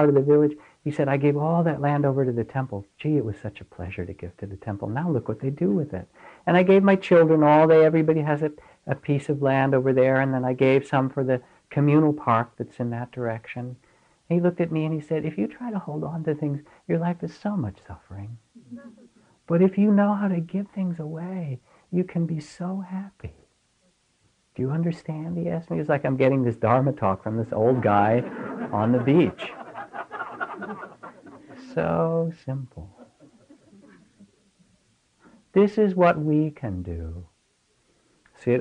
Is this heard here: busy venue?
no